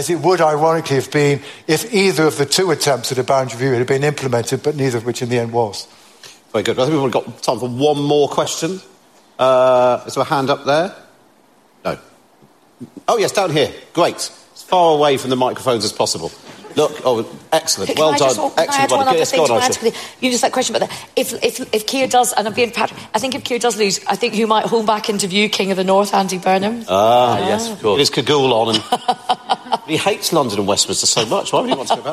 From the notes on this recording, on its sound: Live at the Cheltenham Literature Festival in October.